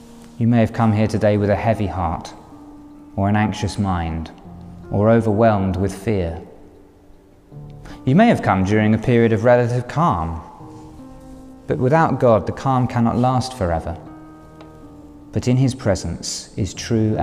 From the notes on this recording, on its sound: A Sermon Preached at A Special Commemoration Service For Her Late Majesty Queen Elizabeth II.